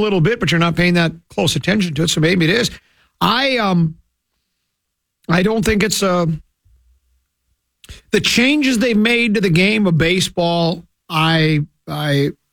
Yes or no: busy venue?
no